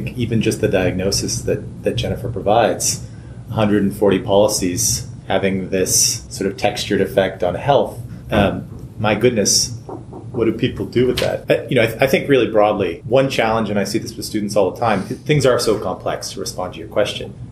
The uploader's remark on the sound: This episode was recorded at Temple Law during Temple Law’s celebratory Law Review Symposium: Looking Back and Looking Ahead, 10 Years of Public Health Law Research in September 2019.